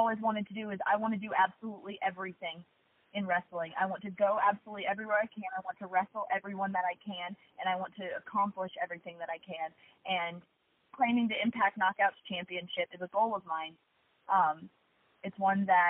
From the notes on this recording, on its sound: Media Teleconference Interview